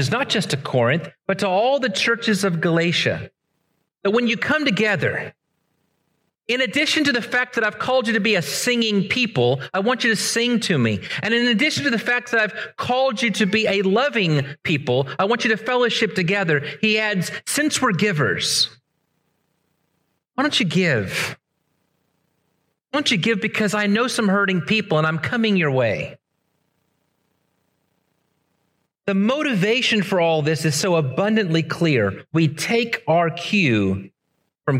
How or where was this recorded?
large echoing room